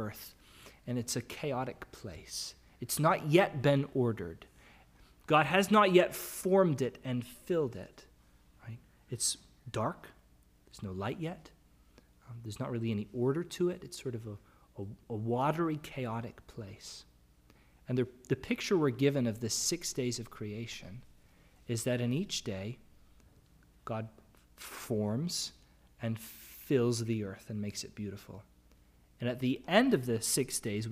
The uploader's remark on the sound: Sermon audio from the LBC worship service on Sunday, March 13, 2022.